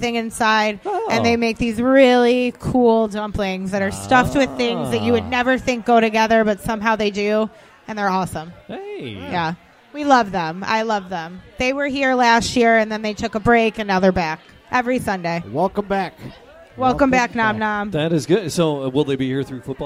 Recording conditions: busy venue